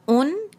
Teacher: آ کی آواز سمپل اور جو ہے سافٹ ہوگی، اس کو عین نہیں بنانا. تو یہ ہو گیا براؤن، اور او کے لیے ہونٹوں کو گول بھی کرنا ہے ان.